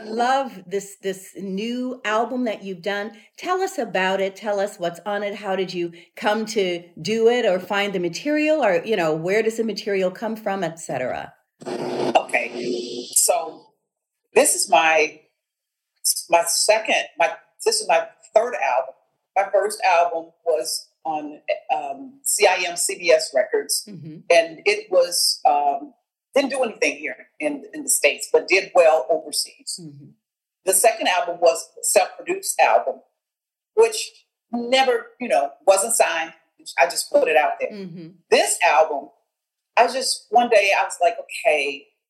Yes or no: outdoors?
no